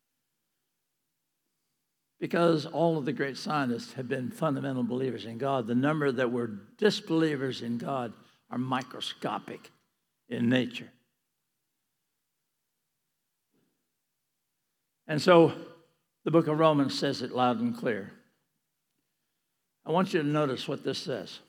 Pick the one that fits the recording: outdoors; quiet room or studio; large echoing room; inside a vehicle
large echoing room